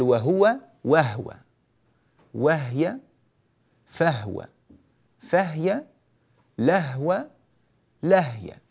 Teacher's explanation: فهو يسكن هاء هو وهاء هي إن سبقا بواو أو فاء أو لام